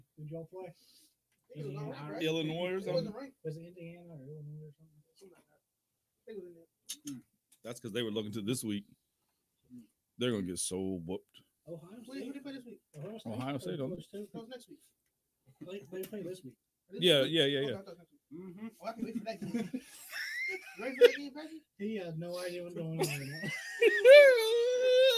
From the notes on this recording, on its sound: The Mystery Cooler strikes, but we screwed up the audio.